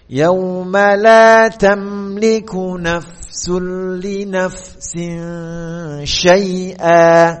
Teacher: karena tanwin bertemu dengan syin maka yang disiapkan adalah makhrajnya huruf syin · Term: ikhfa